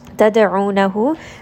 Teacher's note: Dal is going to have a qalqala here. It is part of kutub jad.